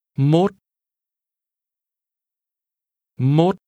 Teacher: The number 1 in combination is pronounced with a rising tone.